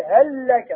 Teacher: تنطق لام واحدة مشددة · Term: إدغام مثلين صغير